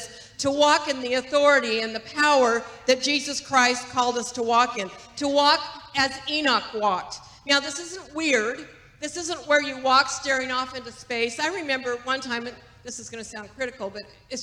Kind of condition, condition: setting, large echoing room